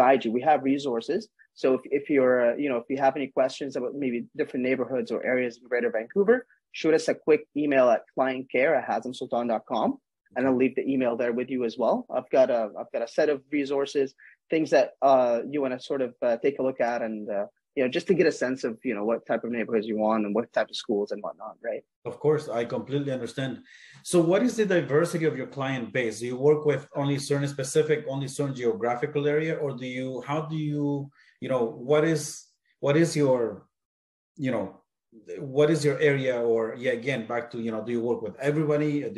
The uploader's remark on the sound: This is a recording of a casual Zoom Interview